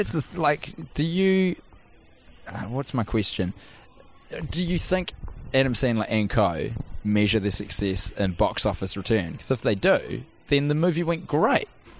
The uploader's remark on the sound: The lads have watched the entire film inside of a Kmart and recorded an episode in the terrible, dirty walls of the quintessential department store of yesteryear.